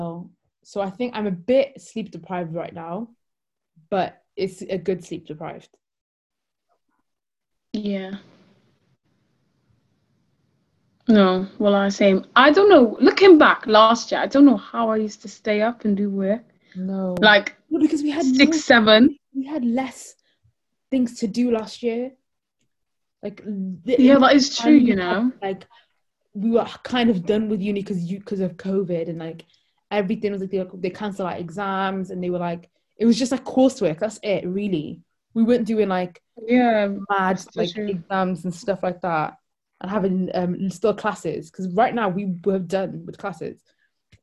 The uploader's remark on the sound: We recorded on zoon so sorry for any audio issues!